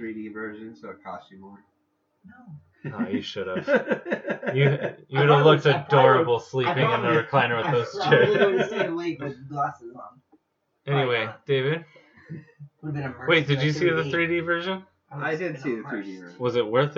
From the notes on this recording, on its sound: Is suffering a bad connection from the microphone but we didn't want to not use the episode. With the different levels of sound.